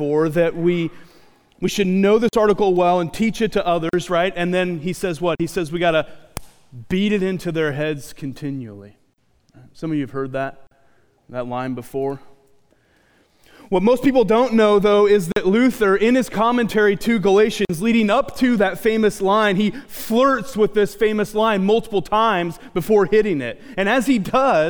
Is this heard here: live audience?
yes